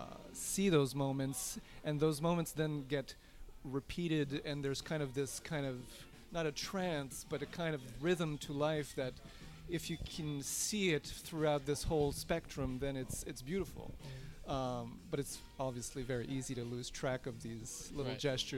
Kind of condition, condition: setting, busy venue